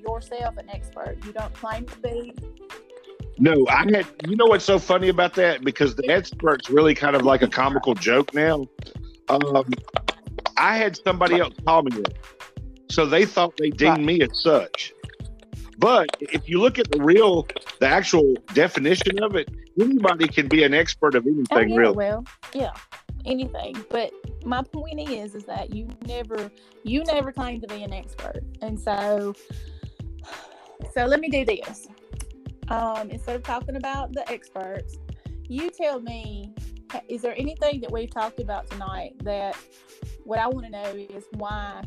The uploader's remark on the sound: We had some strange popping noise.